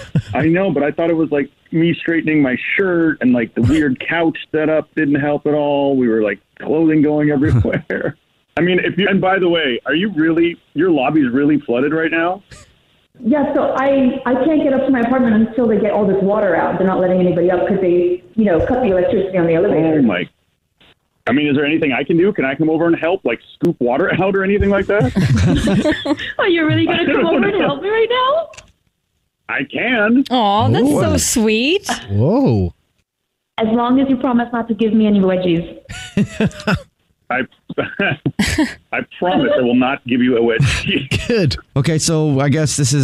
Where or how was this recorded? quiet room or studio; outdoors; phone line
phone line